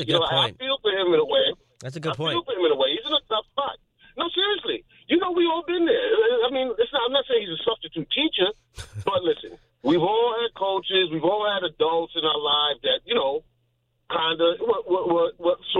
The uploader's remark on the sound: fields your phone calls